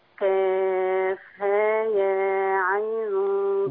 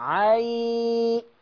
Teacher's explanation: الياء بتاعت عين اديها أربعة مديها سيبها تجري · Shown in: second take · Term: مدي الياء